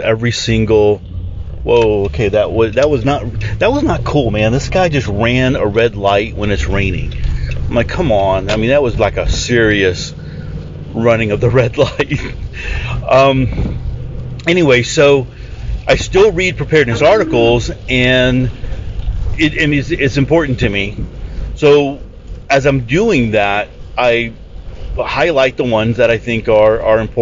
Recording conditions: inside a vehicle